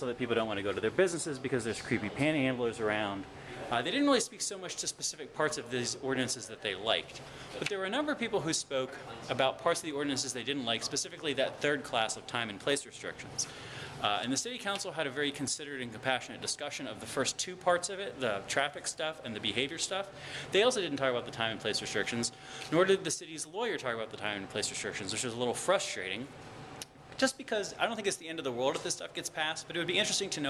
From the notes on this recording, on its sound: This week’s show is taped at Crompton Collective , a mall of antiques and artisan goods, right off Kelley Square.